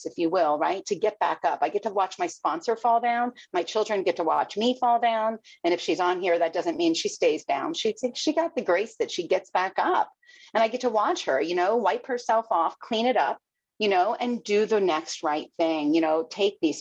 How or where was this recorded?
video call